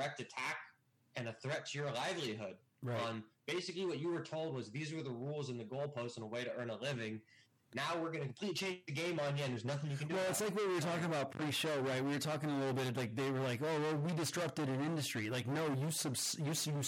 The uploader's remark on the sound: This week we had some technical difficulties which made the recording a bit distorted. We tried our best to clean up the audio in post-production, but issues still exist.